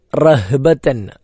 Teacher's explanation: ഹ ആണ്, കെട്ടുള്ള ഹ, തൊണ്ടയുടെ ഏറ്റവും താഴെ നിന്ന് പുറപ്പെടേണ്ടത്.